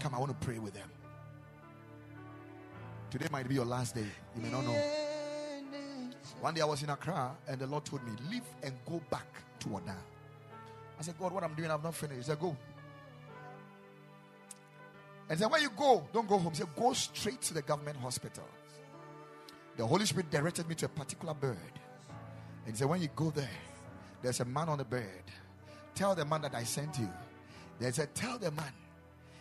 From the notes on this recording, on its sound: Preached at the Ekklesia Chapel.